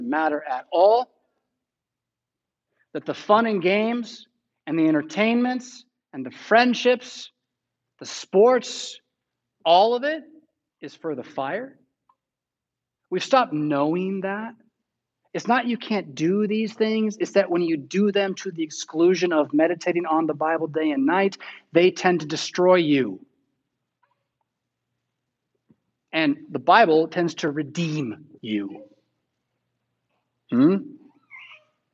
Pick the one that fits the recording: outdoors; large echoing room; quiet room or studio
large echoing room